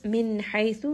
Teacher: nun sakin here is going to have idhar. It is pronounced clearly. It also has tawassut because the letter after is ha, which is one of the throat letters.